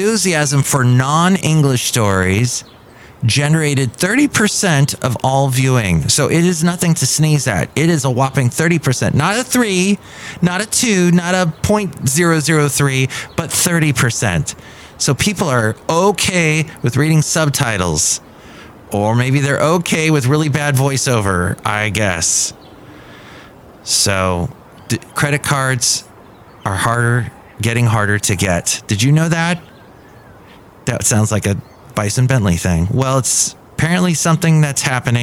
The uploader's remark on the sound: podcasts live from Café Anyway